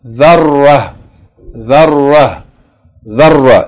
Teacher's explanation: when you stop on a word with ta marbuta, you pronounce it without any vowels. You pronounce it like the sound of ha with no vowels.